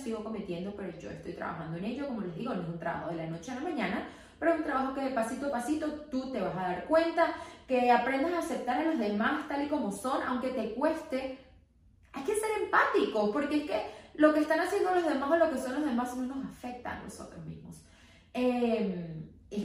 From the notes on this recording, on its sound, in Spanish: Perdonenme el microfono no se conecto al telefono y todo fue un desastre